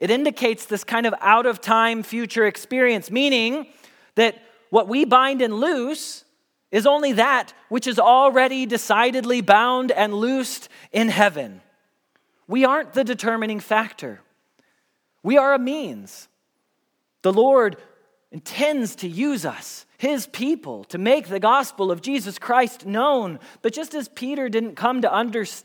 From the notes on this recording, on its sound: Message Preached at Valley Creek Church